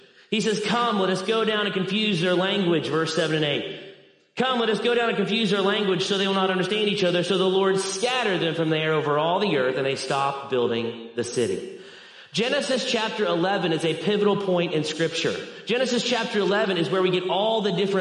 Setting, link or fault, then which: setting, large echoing room